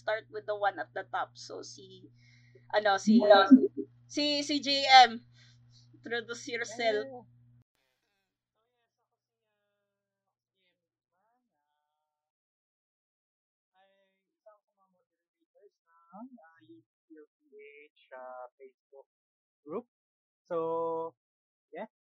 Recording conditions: poor sound quality